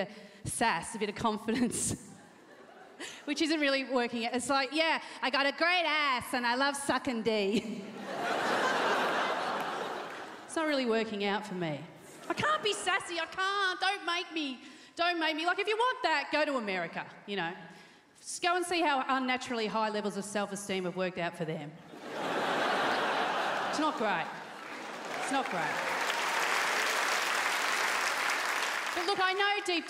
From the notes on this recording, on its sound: 2019 Melbourne International Comedy Festival Gala. Recorded on Wednesday 20 March at The Palais Theatre.